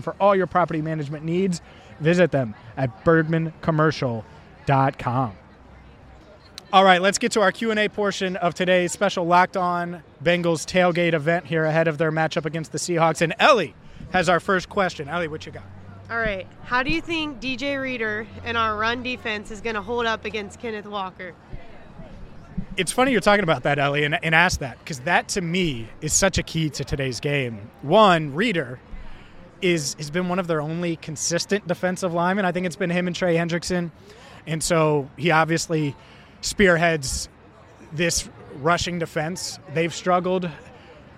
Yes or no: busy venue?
yes